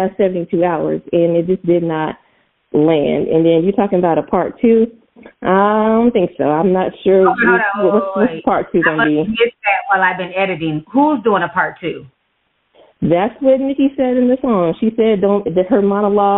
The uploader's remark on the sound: This episode is a call in show.